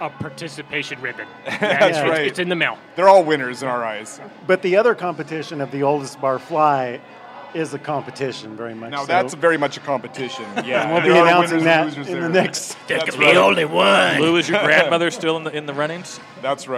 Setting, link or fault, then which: setting, busy venue